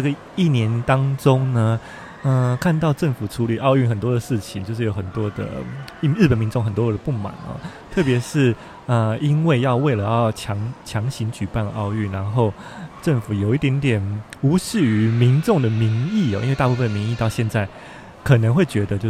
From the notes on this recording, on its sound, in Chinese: 在台場現場收音